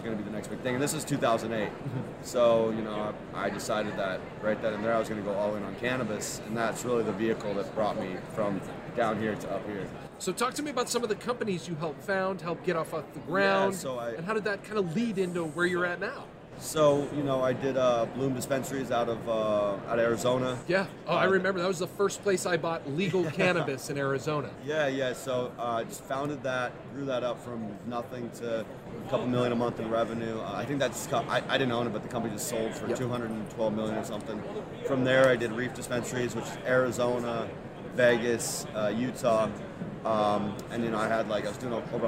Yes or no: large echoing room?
no